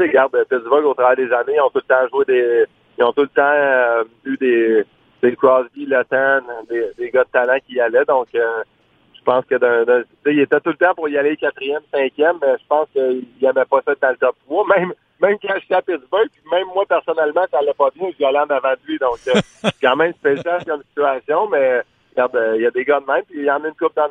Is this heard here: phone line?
yes